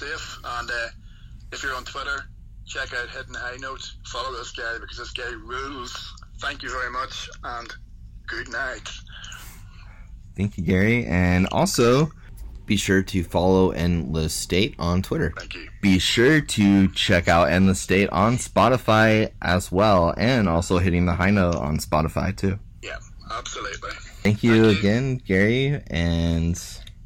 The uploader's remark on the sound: via phone